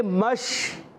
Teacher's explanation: منہ میں آواز کا پھیل جانا. یہ اتنی سی بات ہے، تفشی منہ میں آواز کا پھیلنا. ٹھیک ہے، تو آواز آتی ہے مش، پھیل پھیل گئی نا، مش. · Term: صفت تفشی